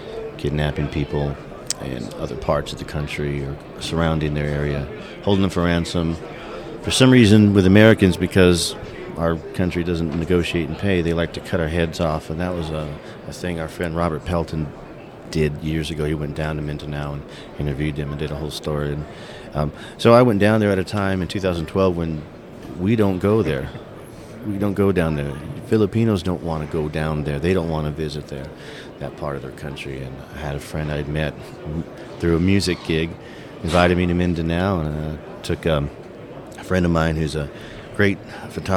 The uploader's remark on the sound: Please excuse the background noise. Recorded Live in our booth at SHOT Show 2022.